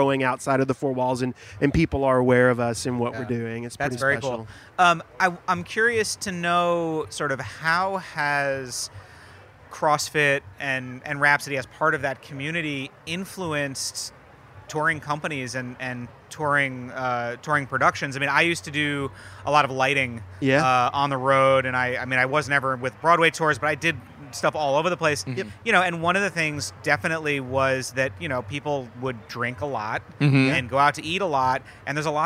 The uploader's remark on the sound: For HRN’s final day broadcasting from Charleston Wine + Food.